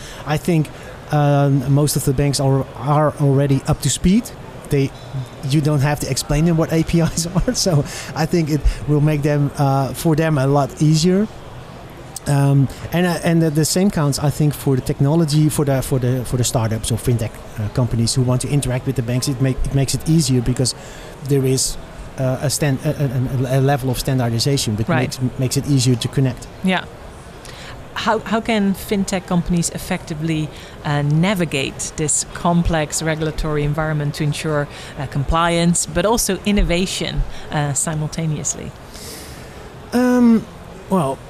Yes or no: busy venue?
yes